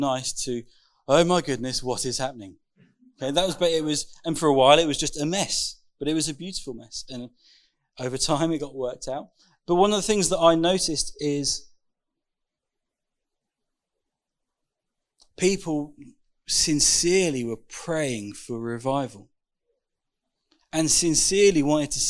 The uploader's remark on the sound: Recorded 6th June 2021 at Raunds Saxon Hall ( limited space, whilst under lockdown).